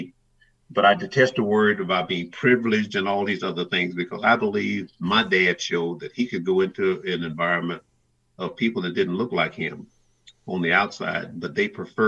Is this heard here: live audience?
no